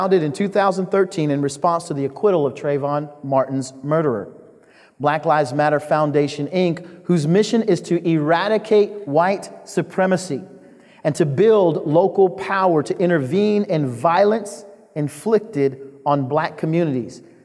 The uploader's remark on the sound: The Great Awokening Conference, Session 11